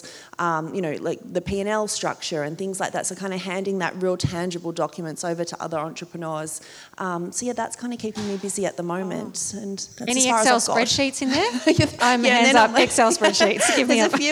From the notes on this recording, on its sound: This special episode was recorded live. 85 people could sit close to home and listen.